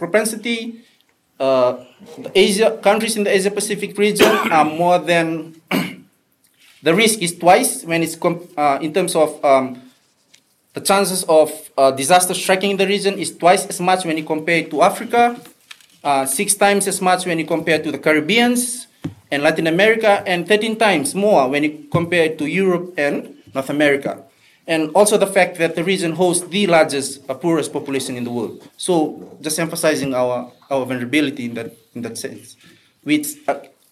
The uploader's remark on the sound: This panel at the 2018 Pacific Update (held in Suva on 5 and 6 July)